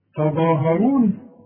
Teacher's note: طلعها لي تاء تاء وبعدين الظه مفخمه.